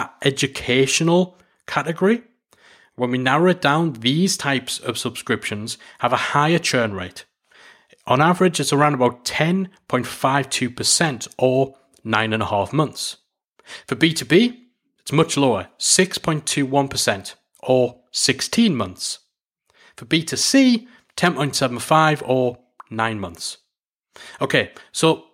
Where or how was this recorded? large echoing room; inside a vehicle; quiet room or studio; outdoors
quiet room or studio